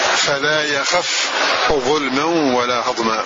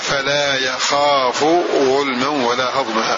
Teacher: بالقصر أي حذف الألف بعد الخاء · Shown in: first take · وبجسم الفاء، فلا يخف ظلما ولا هضما.